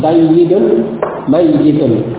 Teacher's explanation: Diidghamkan, jadikan satu dengan tasydid ya, menjadi sayyidun mayyitun.